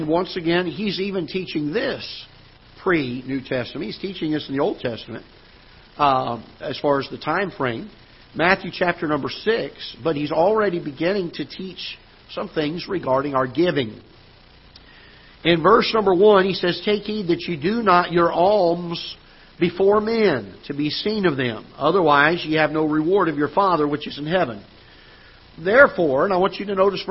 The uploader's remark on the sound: Ketha Heights Baptist Church ~ Live Broadcast